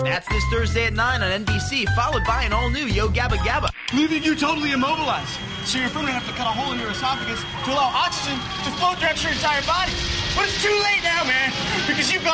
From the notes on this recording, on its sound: Our first-ever live show. Live callers!